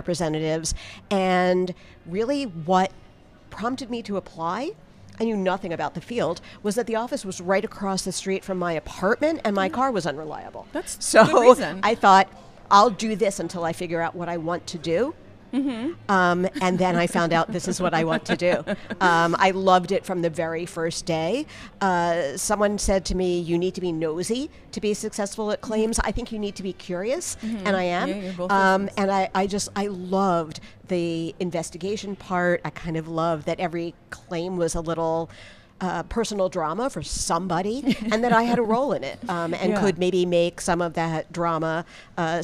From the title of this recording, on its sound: Live from ClaimsXChange